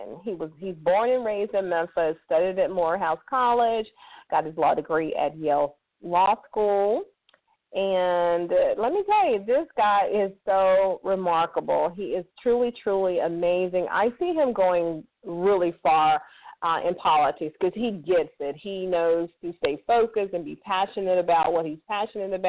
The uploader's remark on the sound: a live call in lifestyle show